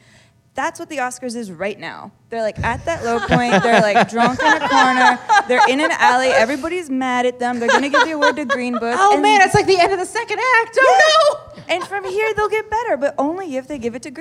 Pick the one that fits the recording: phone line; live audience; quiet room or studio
live audience